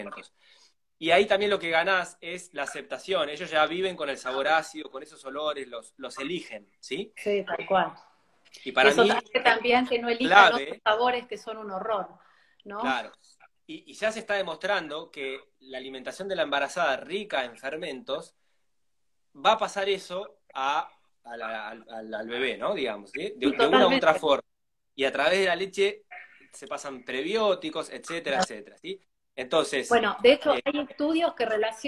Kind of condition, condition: link, video call